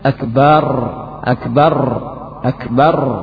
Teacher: banyak menggetarkan ra sehingga ia ucapkan akbar